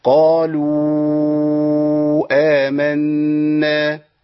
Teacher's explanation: هجيب المد اللي هو اربع حركات من طريق الشاطبيه · Term: المد المنفصل